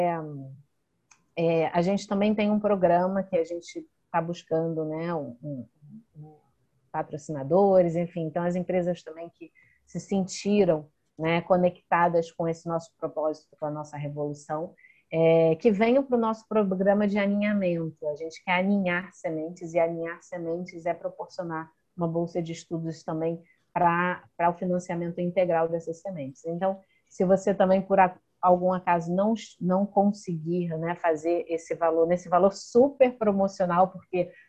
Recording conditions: video call